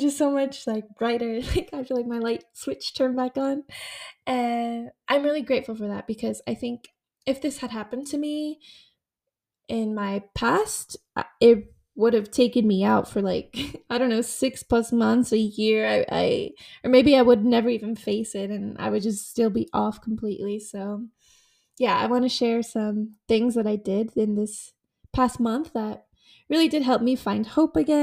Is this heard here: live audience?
no